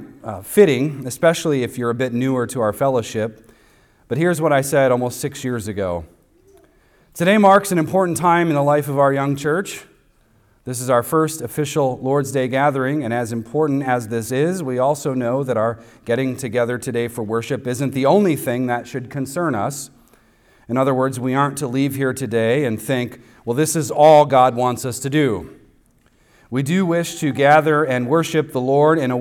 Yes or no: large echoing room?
yes